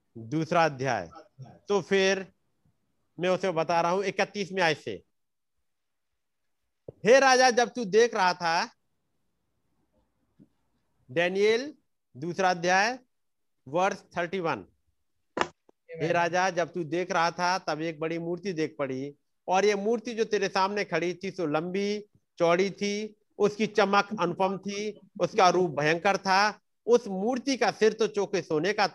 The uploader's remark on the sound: Arunachal Pradesh. Zoom Meeting.